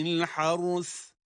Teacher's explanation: الحرث kelimesindeki duruşa dikkat ettiniz. Önce ra cezimle okunuyor, sonra sa harfi peltek olarak.